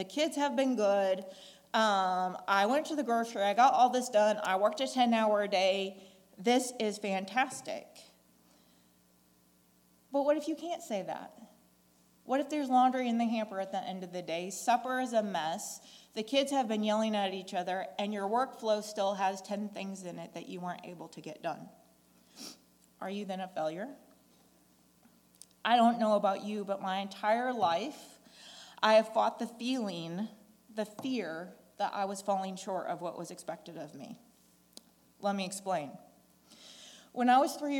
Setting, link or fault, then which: setting, large echoing room